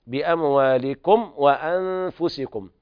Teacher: وهنا ننبه على إظهار الميم إظهارا شديدا والاعتناء بالإظهار إذا جاورت الواو أو الفاء